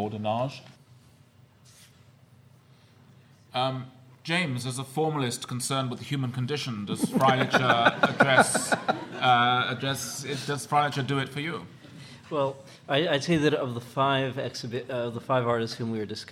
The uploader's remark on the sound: February 8, 2008 at the National Academy Museum and School of Fine Arts, New York